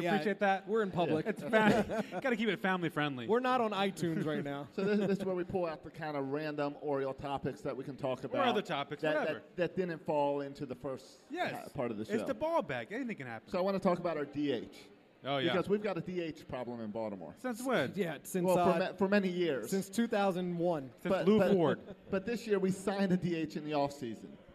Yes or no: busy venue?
yes